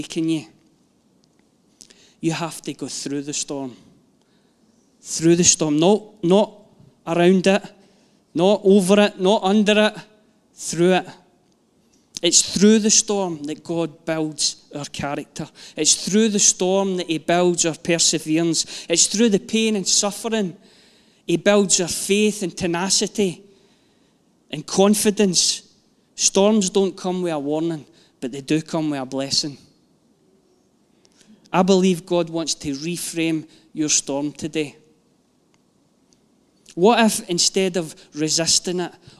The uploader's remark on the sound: Live from our Sunday gathering